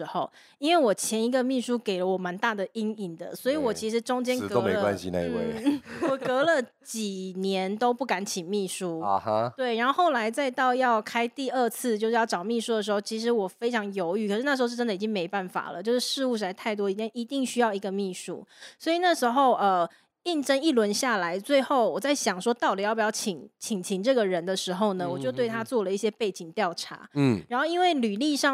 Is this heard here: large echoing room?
no